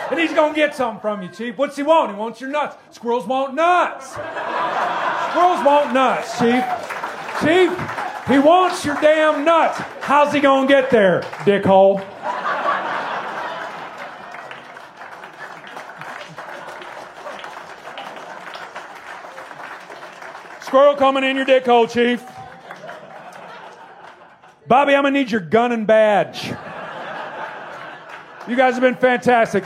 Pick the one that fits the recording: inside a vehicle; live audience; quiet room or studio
live audience